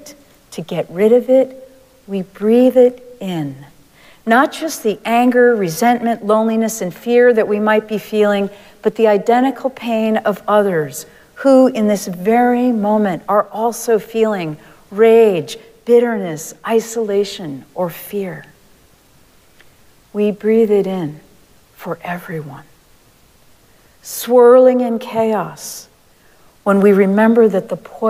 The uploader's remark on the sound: Recorded live at Arlington Street Church.